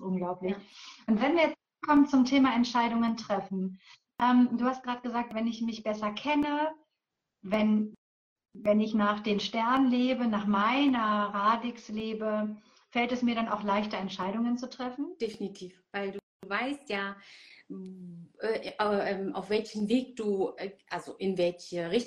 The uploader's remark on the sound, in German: Heute hörst du einen Mitschnitt aus einem Instagram Live